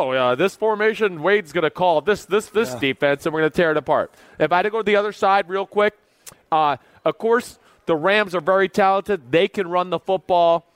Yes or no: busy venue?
yes